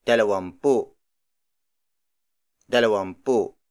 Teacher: Dalawampu is derived from dalawang sampu, which means two tens. So the ng in dalawang becomes m because the pu syllable from sampu starts with a p